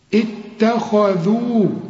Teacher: شوف التاء هنا أقول التاء مش الطاء، خد بالك رقق التاء هنا، الخاء هنا مفخمة، تاني درجات التفخيم الخاء المفتوحة فقط، اتخذوا